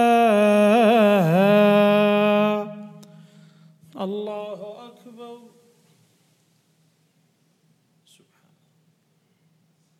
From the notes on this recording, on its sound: at The Houghton Masjid (West Street)